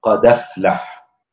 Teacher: الدال ساكنة والهمزة مفتوحة، فيأخذ الهمزة يحذف الهمزة ويأخذ حركتها التي هي الفتحة ويضعها على الدال الساكنة، يعني ينقل حركة الهمز إلى الساكن قبلها، يحركه بحركة الهمز ويحذف الهمزة. · Term: النقل